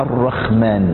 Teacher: الرحمن، كلمة الرحمن عرفت في الأديان السابقة، لكن العبرانيين أو اليهود كانوا ينطقونها الرحمن، وما زال الآن تنطق بالخاء لا بالحاء، لكنها في العربية بلسان العرب بالحاء.